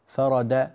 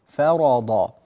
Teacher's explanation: فخم الضاد، لا تقولي قد فرض فرد، هكذا الضاد صارت دالا · Shown in: second take